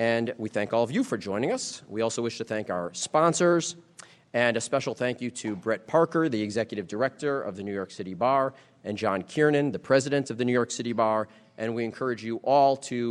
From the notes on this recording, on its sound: Keynote Speech at the City Bar’s 7th Annual White Collar Crime Institute. Gives the keynote address at the New York City Bar Association’s 7th Annual White Collar Crime Institute.